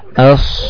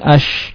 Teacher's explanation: ucapkan huruf sotnya dengan isti'la as ya ya bukan ash kalau ash itu dari tengah lidah